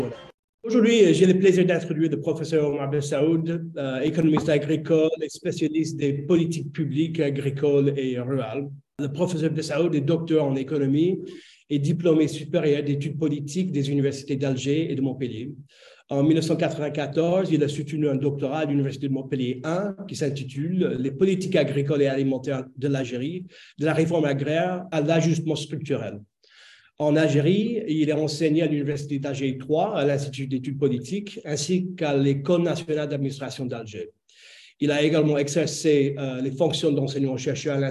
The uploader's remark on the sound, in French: Cet épisode a été enregistré le 02 février 2023 via zoom. Par le Centre d'Études Maghrébines à Tunis ( CEMAT ).